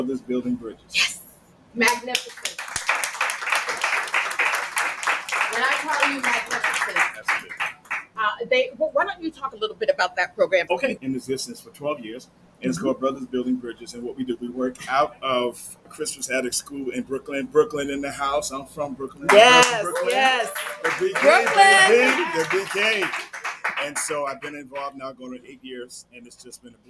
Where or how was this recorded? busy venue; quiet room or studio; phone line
busy venue